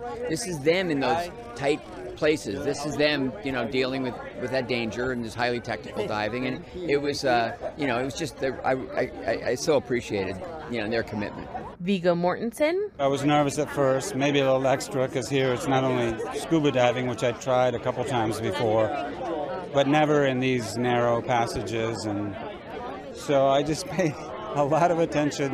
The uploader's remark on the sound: Quick Clip: Thirteen Lives cast talks real life heroes, being accurate, and film challenges at LA premiere. At the "Thirteen Lives" premiere in LA.